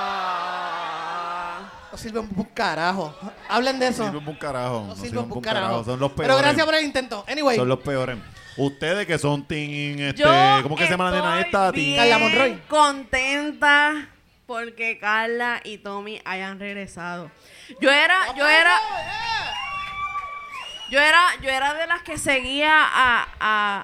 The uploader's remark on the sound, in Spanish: Desde Caguas Puerto Rico, La Gentuza se reunió para hablar pestes del prójimo en vivo frente a ustedes.